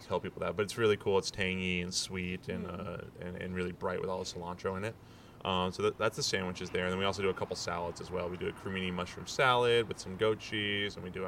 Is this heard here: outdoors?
yes